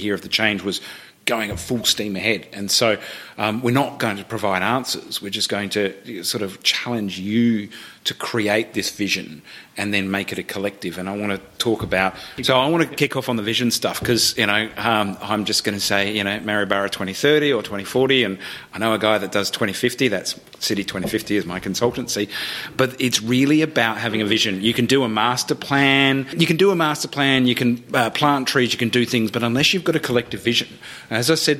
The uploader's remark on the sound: Explore the city of Maryborough in Queensland and have a conversation in front of a live audience of locals passionate about their city.